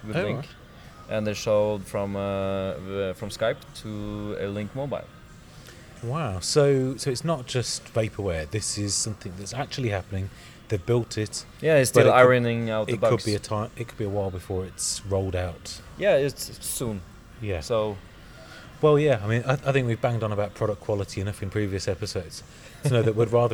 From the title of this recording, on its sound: Live from TechEd Europe